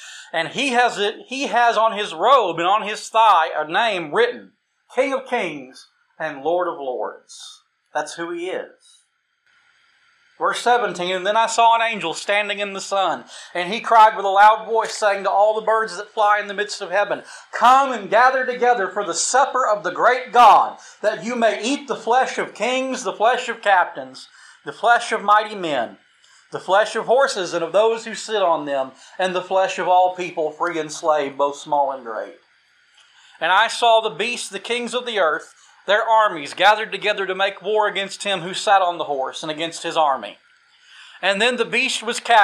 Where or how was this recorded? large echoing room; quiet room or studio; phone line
large echoing room